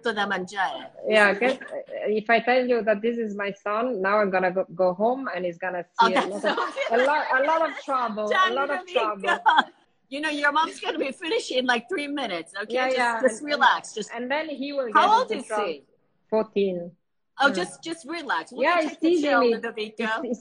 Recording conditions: video call